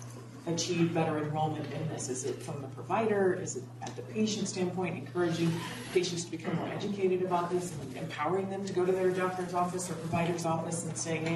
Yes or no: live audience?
yes